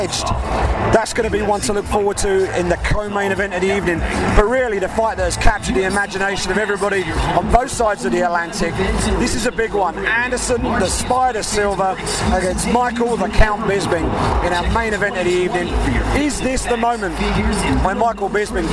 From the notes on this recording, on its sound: UFC London: Pre-fight LIVE from Octagonside at The O2.